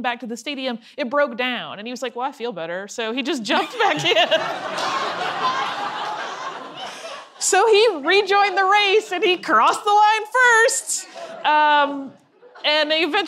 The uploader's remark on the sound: This episode is our 2016 live show from the Dallas Museum of Art about the Olympics.